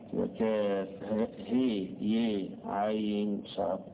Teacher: فهتلاقي البعض يقرأها بالإمالة الهاء يميلها هي والياء يميلها يي